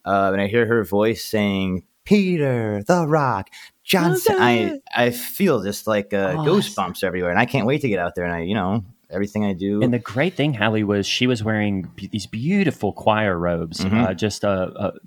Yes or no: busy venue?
no